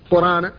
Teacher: فابن كثير يسقط همزة القرآن في كل القرآن